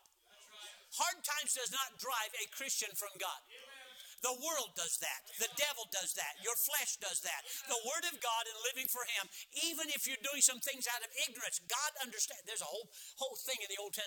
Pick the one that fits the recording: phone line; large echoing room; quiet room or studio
large echoing room